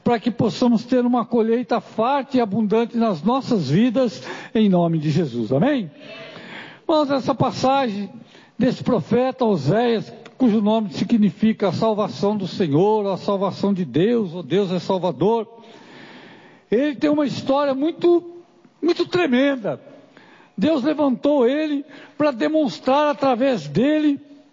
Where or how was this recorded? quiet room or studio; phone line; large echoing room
large echoing room